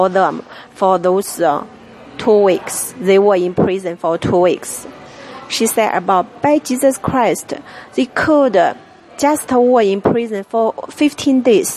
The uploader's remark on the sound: Live From Denny's Diner